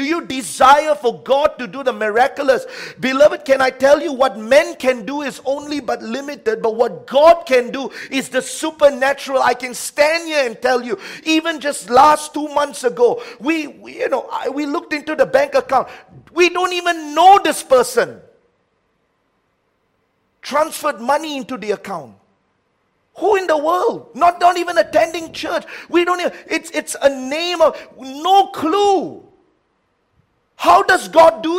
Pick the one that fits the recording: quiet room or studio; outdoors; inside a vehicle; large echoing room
large echoing room